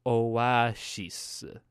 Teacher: Now, in Korean, if you were to kind of Koreanize the pronunciation of the word Oasis, it would come out as something kind of like, "Oh, ah, she's." So, of course, because in Korean, when an S and an I are put together, it kind of creates like this she sound